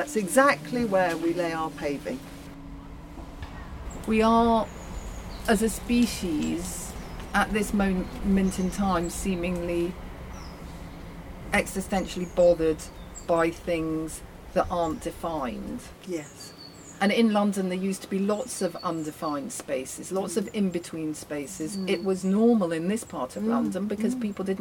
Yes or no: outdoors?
yes